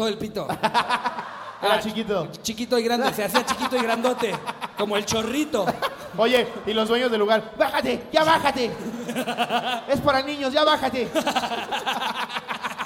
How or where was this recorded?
live audience